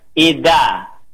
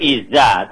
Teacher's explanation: Tapi da-nya malah kesetrum karena ketemu za yang banyak, da-nya dibaca za juga, harusnya ida, bukan iza · Shown in: first take